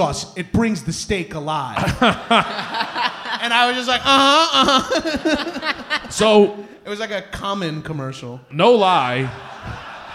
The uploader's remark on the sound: Recorded live at the Logan Square Auditorium in Chicago, IL.